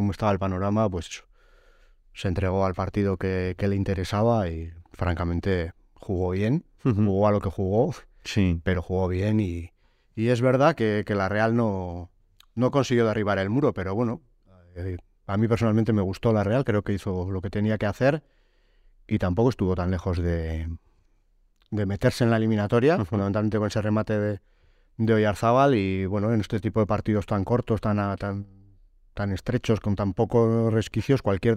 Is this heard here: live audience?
no